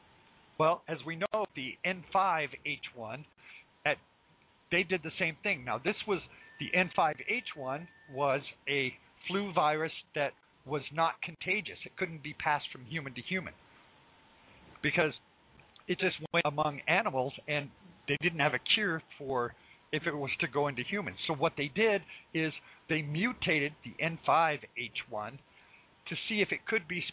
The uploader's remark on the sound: LIVE CALL